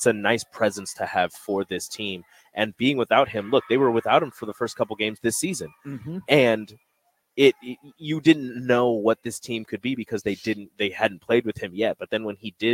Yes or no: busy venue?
yes